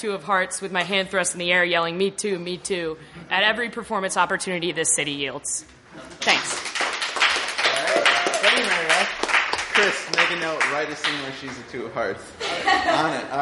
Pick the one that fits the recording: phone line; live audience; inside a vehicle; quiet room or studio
live audience